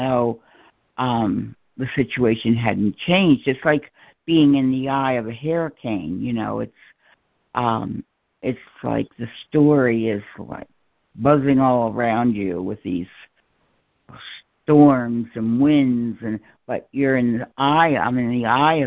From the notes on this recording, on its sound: ACIM Daily Conference Call